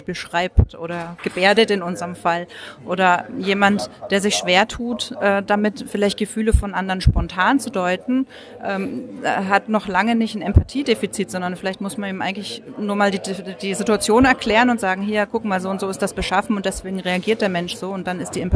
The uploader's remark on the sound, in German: Bericht von 3. Leipziger Autismustag. Ich hatte gestern auch ein Aufnahmegerät dabei und konnte so mit ein paar Leute reden.